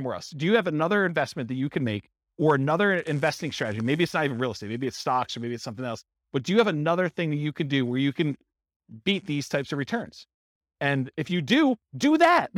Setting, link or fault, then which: setting, live audience